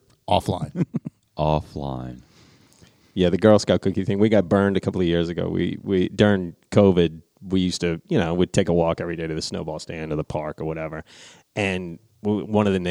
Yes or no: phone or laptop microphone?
no